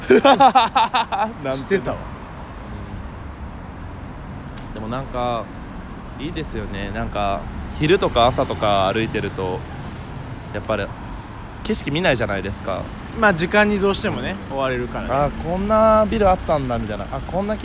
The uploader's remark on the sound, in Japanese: グダリTOKYOヲーキング。収録場所がなさすぎて、ウォーキング・デッド。しゃあないから、2駅くらい歩いちゃうかってくらいのノリの今回。歩きながらしゃべる。夜のTOKYOって、人を少し、大胆にさせるよネ・・・。